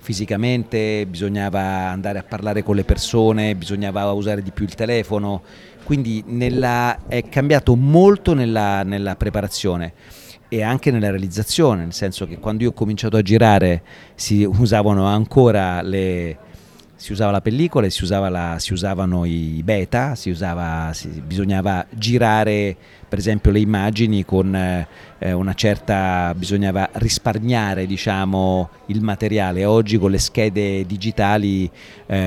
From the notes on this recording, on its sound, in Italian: in occasione del DIG Festival a Modena